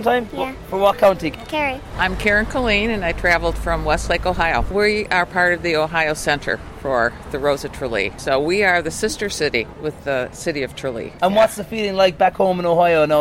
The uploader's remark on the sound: Where he met with those on the street and behind the scenes. The Rose of Tralee festival kicks off.